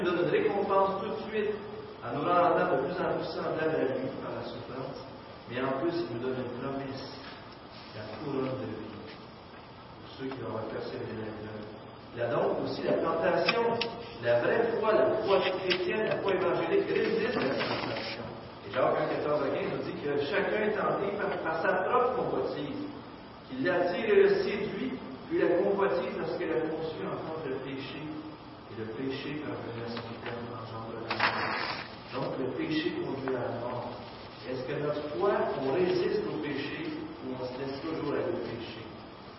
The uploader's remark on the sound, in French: Mauvaise qualité sonore